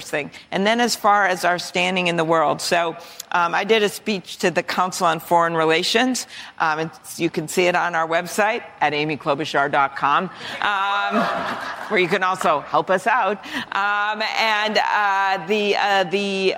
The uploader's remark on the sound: Town Hall.